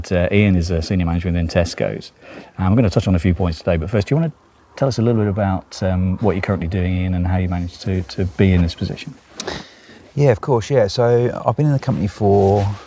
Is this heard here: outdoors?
yes